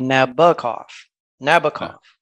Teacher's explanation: the emphasis is on the middle syllable and it can be either a hard O or a soft O.